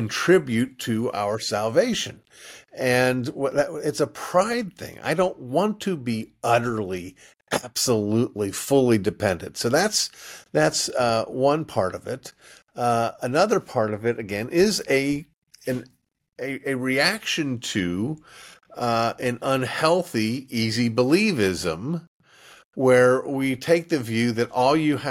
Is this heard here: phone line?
no